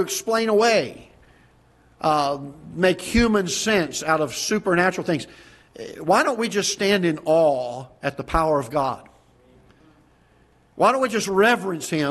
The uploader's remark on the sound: Ketha Heights Baptist Church ~ Live Broadcast